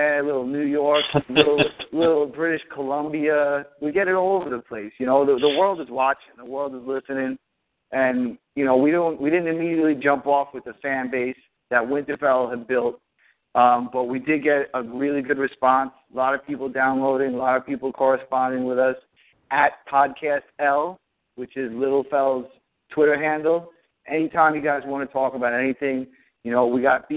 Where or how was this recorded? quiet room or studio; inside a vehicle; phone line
phone line